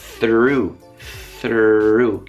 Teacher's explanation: nella parola through la mia lingua va da tra i denti così a così alla R